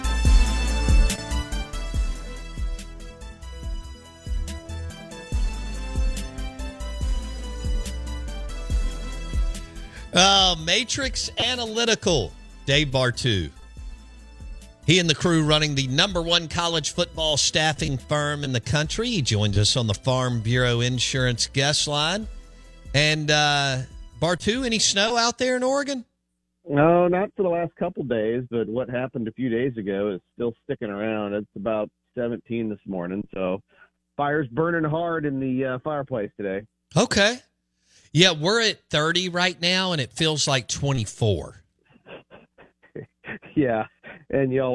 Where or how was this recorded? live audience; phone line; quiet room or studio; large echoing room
phone line